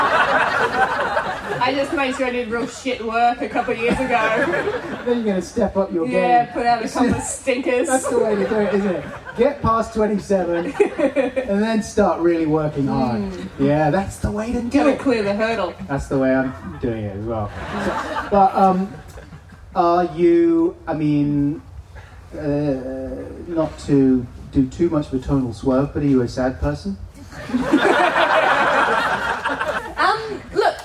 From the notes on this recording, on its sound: Recorded live at The End Of The Road Festival, September 2017 (though the main recording failed, this podcast was put together from a back-up recording made on a dictaphone - I think it sounds fine if you wear headphones).